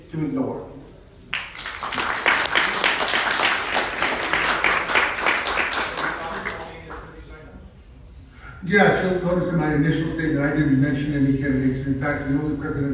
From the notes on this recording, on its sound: This is a recording of the chair debate for the LNC held at the California Libertarian convention in Long Beach